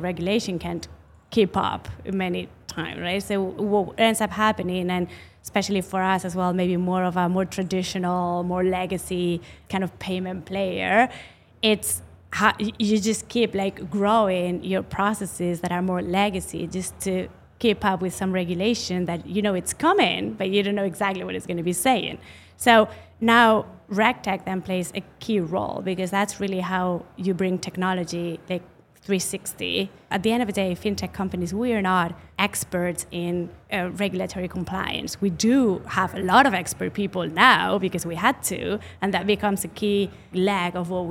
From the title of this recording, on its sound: RegTalks LIVE at Money 20/20 Europe